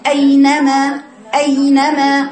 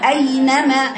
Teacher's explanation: البعض يقرأ كده أينما أينما خطأ أنت بتقطعي الصوت قولي أينما هي لا تقطع الصوت المفروض أن أنت تطولي الياء · Shown in: second take